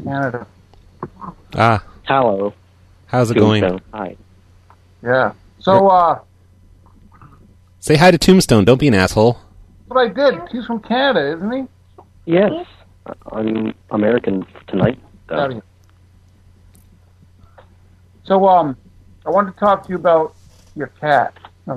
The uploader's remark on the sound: …'s Personal Prank Phone Calls Collection.